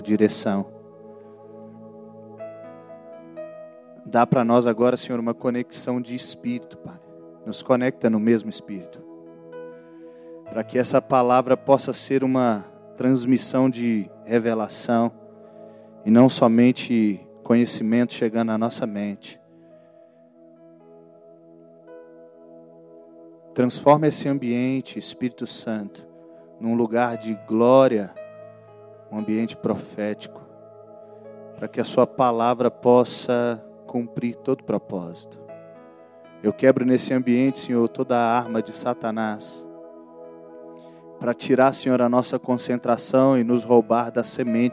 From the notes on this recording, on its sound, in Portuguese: Gravado em: 01 de Fevereiro de 2020 no culto de celebração na Igreja Batista da Paz em BH